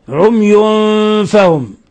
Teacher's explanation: تنوين ضم بعده الفاء الحكم التجويدي إخفاء حقيقي